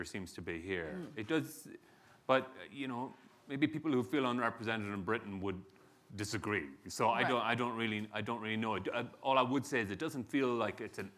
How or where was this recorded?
live audience